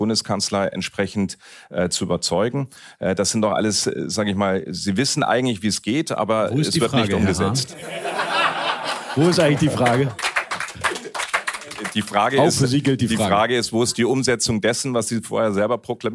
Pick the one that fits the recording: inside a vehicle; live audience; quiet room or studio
live audience